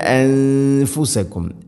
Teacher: അൻഫു നൂനിനെ അവ്യക്തമാക്കി മണിക്കണം.